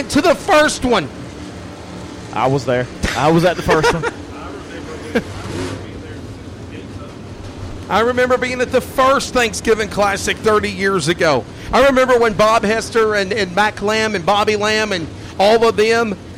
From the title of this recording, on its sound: LIVE Audiocast Coverage from County Line Raceway